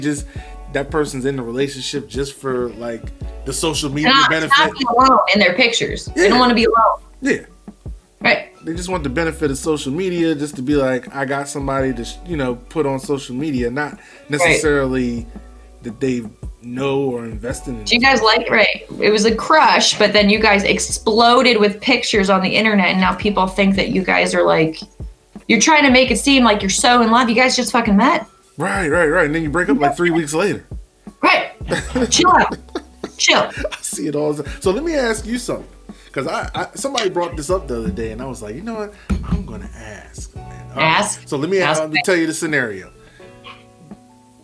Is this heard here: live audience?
no